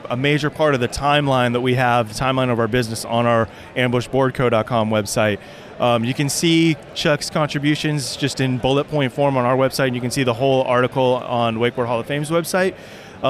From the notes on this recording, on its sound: This episode was recorded live, following the 2018 Wakeboarding Hall of Fame induction ceremony inside the Alliance Wake booth at the Fall 2018 Surf Expo.